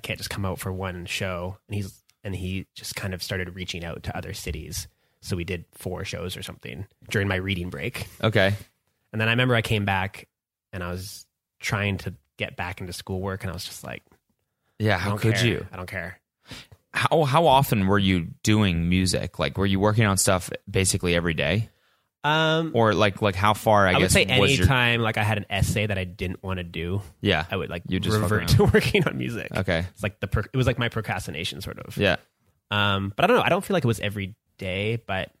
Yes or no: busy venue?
no